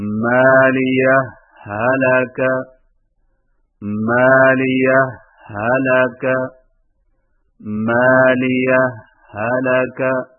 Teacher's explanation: دو الگ الگ ہاؤں سے پڑھیں لیکن پہلی ہا پر معمولی سا وقفہ کر کے پڑھیں یعنی اس طرح مالیہ حلقہ مالیہ حلقہ مالیہ حلقہ مش کیجیے